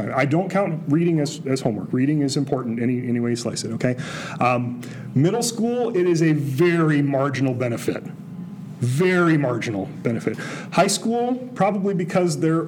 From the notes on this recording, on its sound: Recorded in front of a live audience at the Christian Educators’ Association Conference. We had the joy of recording a live episode at the Christian Educators’ Association Convention held in South Bend, Indiana in October 2023. It was great to connect with some fans of the show while we were there.